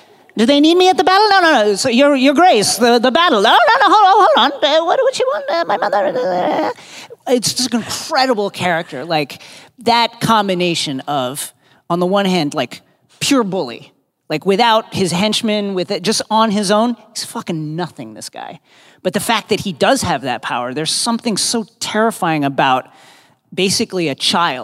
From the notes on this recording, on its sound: Live From ‘Con of Thrones’ 2018.